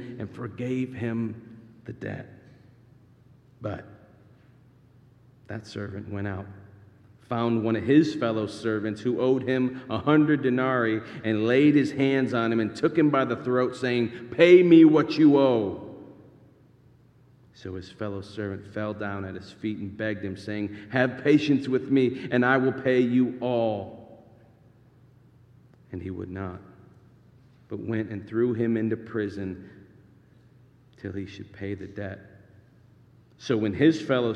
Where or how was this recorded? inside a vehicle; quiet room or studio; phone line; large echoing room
large echoing room